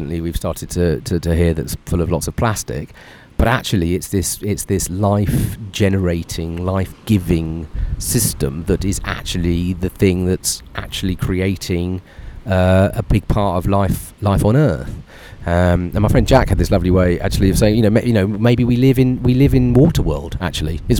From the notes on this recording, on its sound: Live from a beach in Nicaragua.